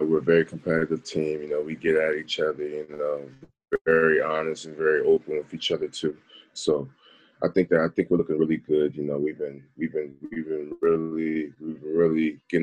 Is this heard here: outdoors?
no